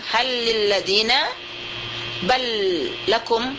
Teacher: dia itu juga idgham mutamatsil, lam dengan lam